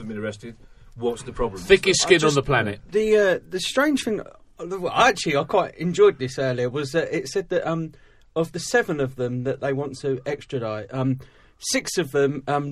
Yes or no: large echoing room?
no